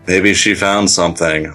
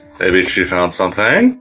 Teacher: That was a question, by the way. No descending cadence. It has to go up at the end. · Shown in: second take